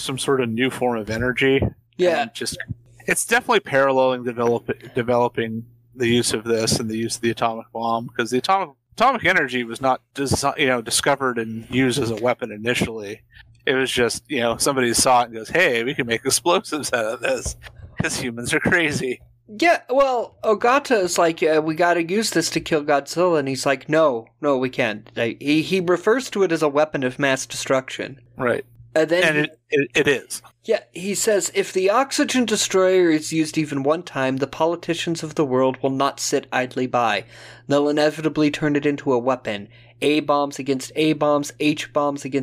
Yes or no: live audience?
no